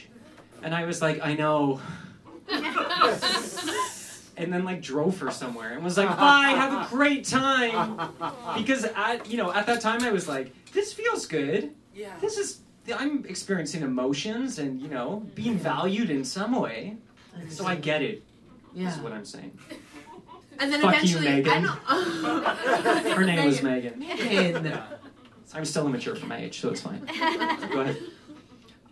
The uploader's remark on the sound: Live at Comedy Bar! At YMMQ's first live show!